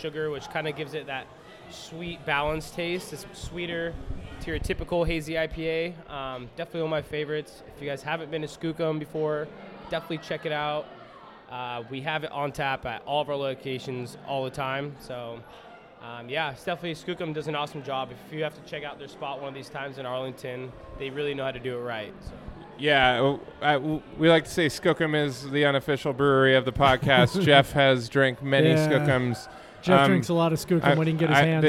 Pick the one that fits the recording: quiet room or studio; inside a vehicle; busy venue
busy venue